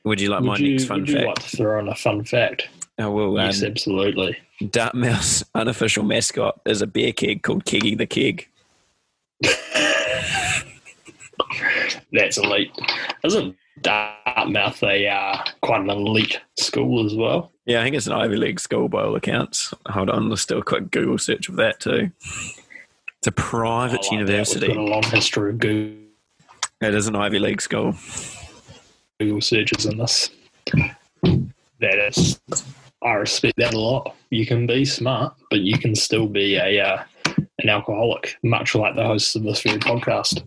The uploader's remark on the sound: Please forgive the technical difficulties caused from the nations excessive wifi use during this time.